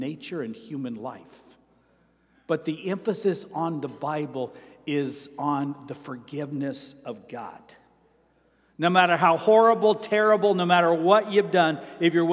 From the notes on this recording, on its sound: At Avondale Baptist Church.